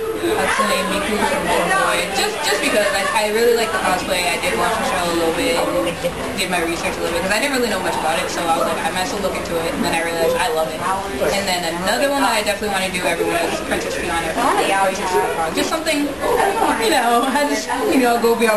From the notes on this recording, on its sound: We did this live from Pop Cult Anime con, so sorry for audio issues.